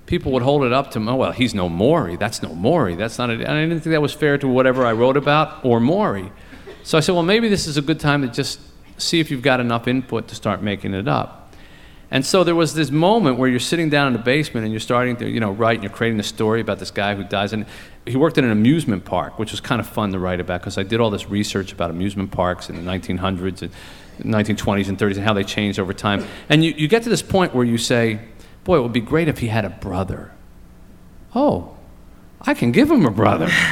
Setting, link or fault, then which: setting, live audience